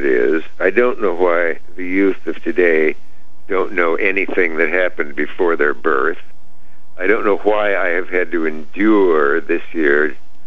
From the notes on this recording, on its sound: called in to talk